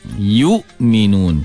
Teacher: kemaskan penahanan nafas, yakni jahar. Begitu juga penahanan suara, yakni syiddah pada hamzah. Yu'minun, jangan yu', jangan ada seperti taqayyu muntah noh, dia tak boleh yu'minun.